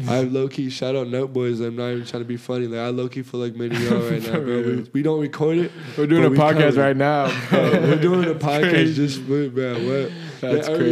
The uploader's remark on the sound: In front of a live audience.